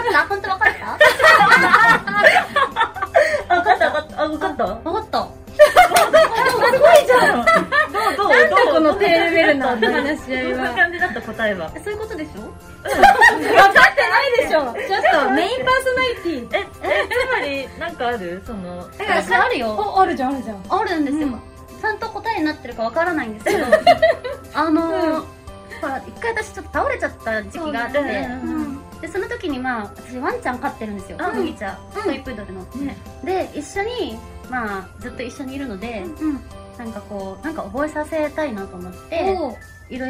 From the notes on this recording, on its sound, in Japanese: 公開収録午後の部です！